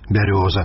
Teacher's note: мяккая «р», як і паўсюль у паўночна-ўсходняй Беларусі